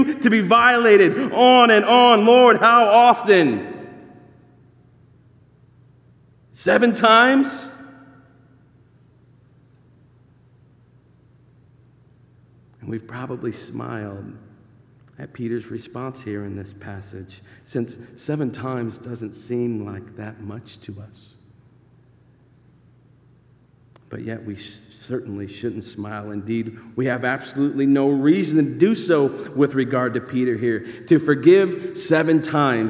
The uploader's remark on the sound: This sermon is actually delivered as a part of an actual church service.